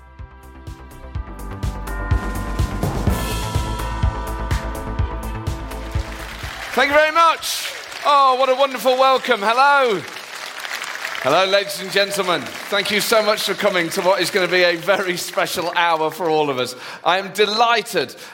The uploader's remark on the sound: LIVE at the Edinburgh Festival